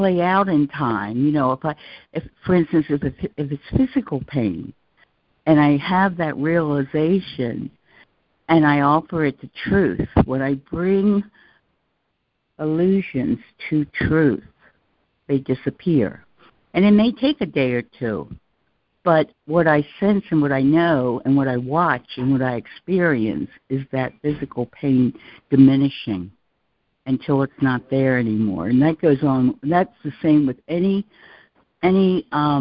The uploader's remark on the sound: ACIM Daily Conference Call